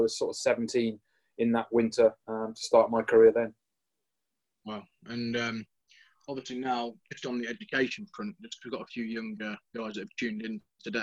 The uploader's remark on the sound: in a webinar originally recorded in 2020